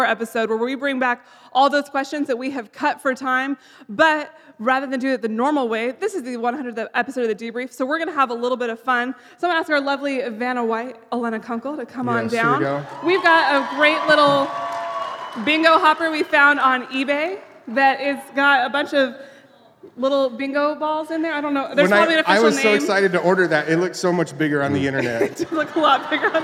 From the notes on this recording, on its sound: Live from the Cutting Room Floor. Recorded live with a few hundred fans of the show.